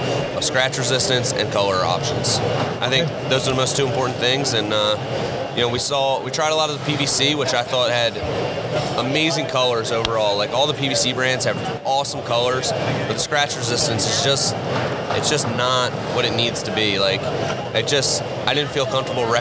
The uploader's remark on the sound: Live From Deck Expo 2019. Live from the Deckorators booth in Louisville, Kentucky at Deck Expo 2019.